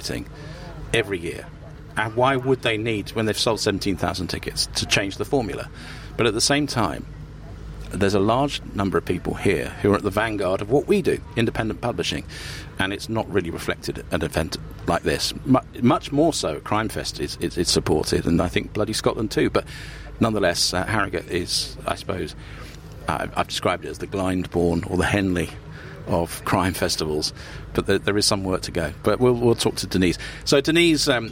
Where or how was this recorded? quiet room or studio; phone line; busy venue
busy venue